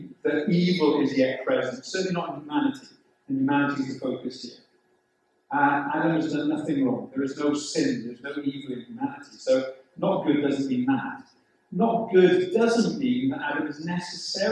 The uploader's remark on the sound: The sound quality of this recording is quite poor.